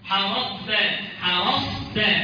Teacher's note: لما يجي بعدها حرف التاء أو حرف فيه همس لازم تبين استعلاء الصاد